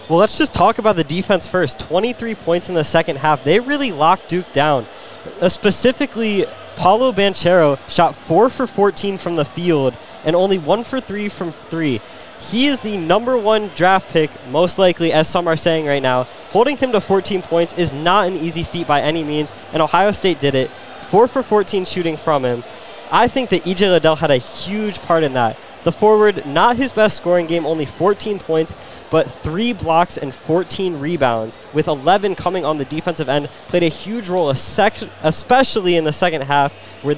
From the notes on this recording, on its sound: React live from the scene of Ohio State's shocking upset over No.